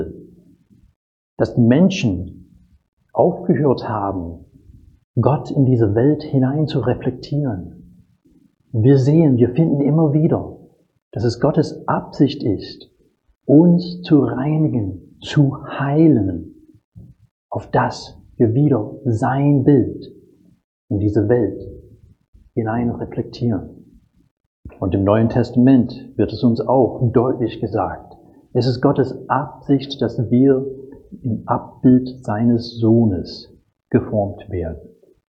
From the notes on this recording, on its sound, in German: Predigt aus dem Gottesdienst